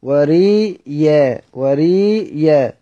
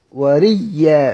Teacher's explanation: إظهار نقول وريا وريا كده، الإظهار أهو وريا وريا. أقرأ الهمزة يائين، مش يا واحد، بيائين · Shown in: first take · وريا وري وري، أمدها كده، أمدها مادة طبيعي، لأن تاخد المد الطبيعي بتاعها، بحيث إن أنا أنطق بالياء الساكنة، بالياء الساكنة.